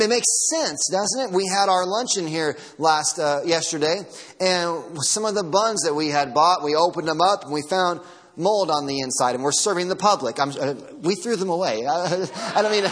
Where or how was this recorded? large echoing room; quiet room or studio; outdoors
large echoing room